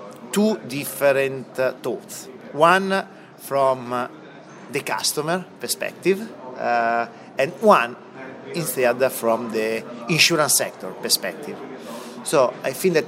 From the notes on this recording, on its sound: This interview was recorded at Connected Insurance event in Chicago